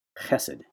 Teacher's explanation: Kind of like you're clearing your throat.